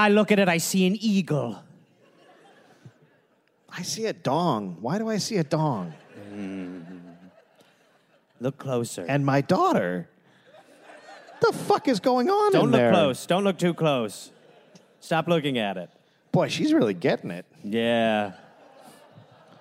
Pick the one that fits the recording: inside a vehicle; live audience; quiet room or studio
live audience